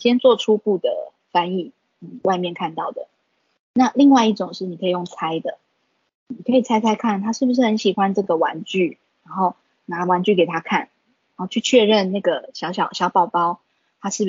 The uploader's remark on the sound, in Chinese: 此為線上課程錄音檔！